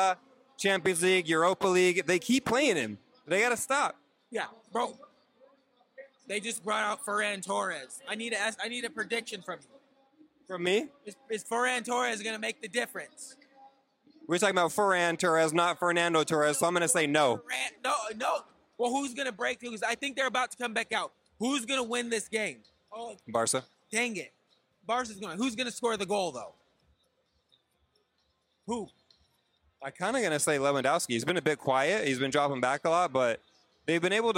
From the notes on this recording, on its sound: Live From Camp Nou! This week we are coming live from Camp Nou in Barcelona! We're here watching Barcelona take on Osasuna.